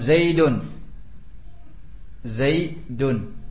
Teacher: Seolah-olah dalam lafaz kita, dalam ucapan kita terucap ada nun sukun di akhirnya.